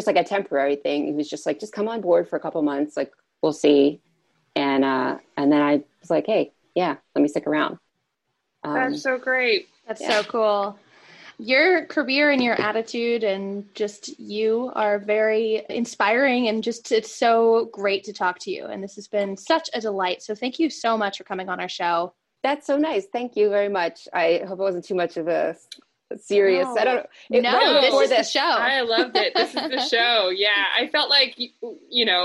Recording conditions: video call